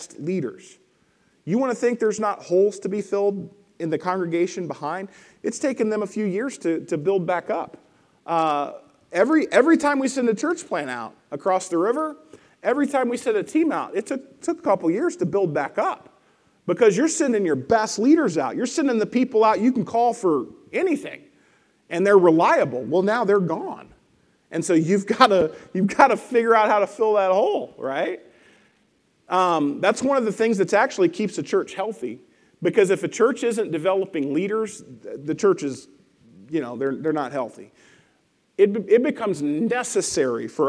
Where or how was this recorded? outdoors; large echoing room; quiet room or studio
large echoing room